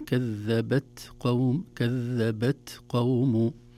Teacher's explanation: التاء حرف شديد لكنه فيه همس، وهمس الحرف الشديد لا يطول زمنه بل يكون في مخرج الحرف، خاصة في نهاية مخرج الحرف.